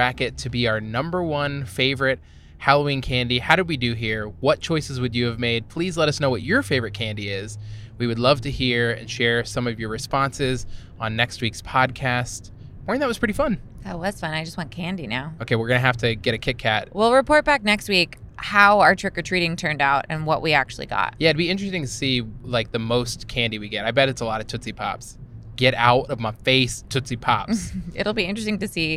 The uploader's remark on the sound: We are podcasting on the road (literally recording in the car driving back from a wedding).